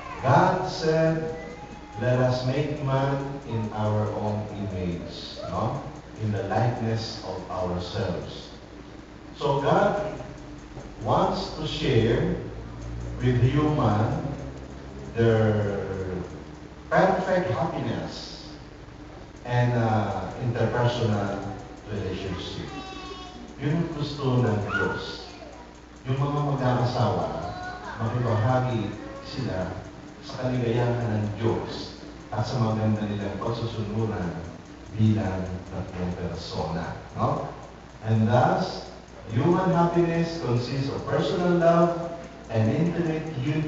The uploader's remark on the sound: Recorded on October 3, 2010 at Don Bosco Batulao's Chapel On The Hill.